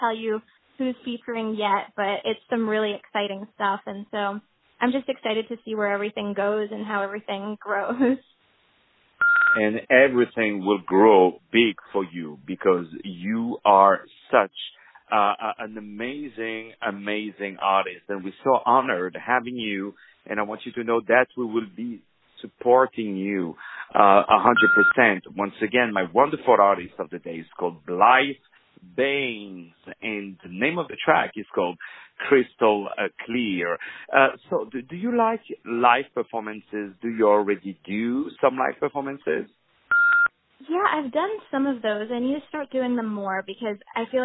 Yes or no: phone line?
yes